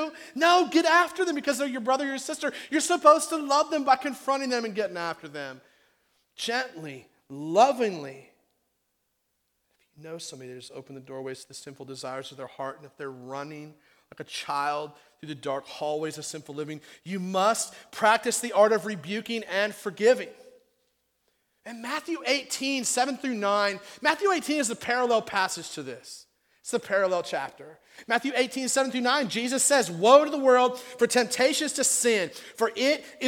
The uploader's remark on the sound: on June 5th, 2016 at The Well an Acts 29 and Converge Heartland Church in Hastings, NE.